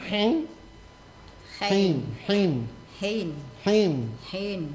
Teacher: Karena huruf ha dan huruf ain itu sama-sama dari tenggorokan tengah.